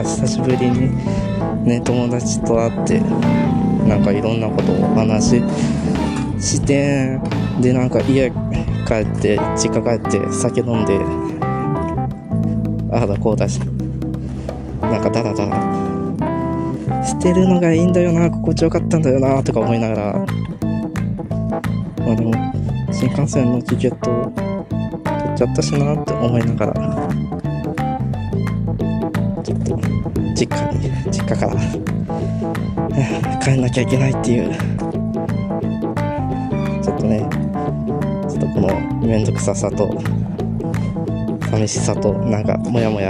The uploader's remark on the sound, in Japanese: 実家に一旦戻る時の帰り道で収録してん。